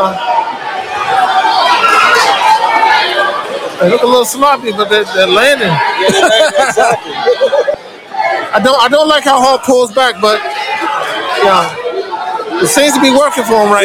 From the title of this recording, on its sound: LIVE AT JETER PROMOTIONS (LIVE ! PRO BOXING AT MARYLAND LIVE HOTEL AND CASINO)